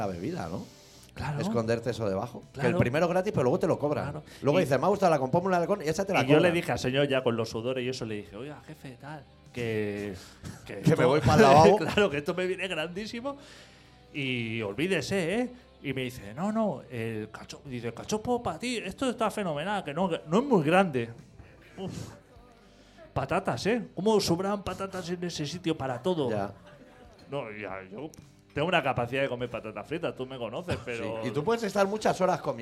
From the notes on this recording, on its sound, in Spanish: Programa que grabamos en directo el pasado sábado, 9 de abril, en La Deskomunal.